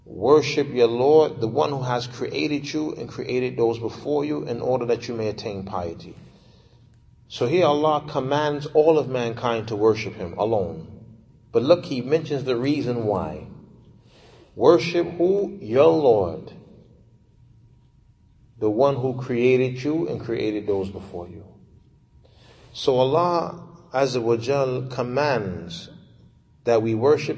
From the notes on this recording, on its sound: Lecture given at Masjid Nur Allah, Queens, Ny